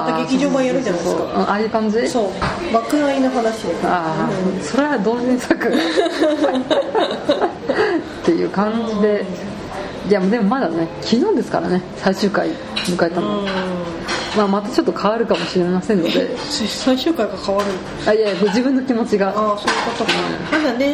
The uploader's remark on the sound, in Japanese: 飲食店での収録のため、雑音がかなり入っていますが、ご容赦下さい。